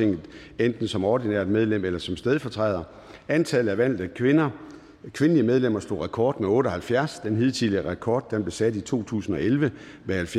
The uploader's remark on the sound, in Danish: Møde i salen